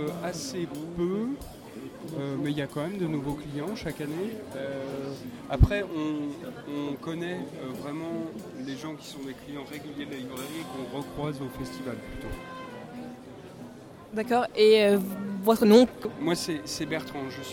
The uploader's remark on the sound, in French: Micro Trottoir au Festival Bédéciné